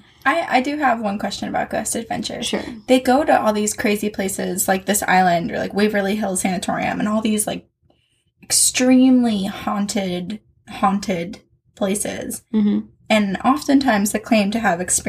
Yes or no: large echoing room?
no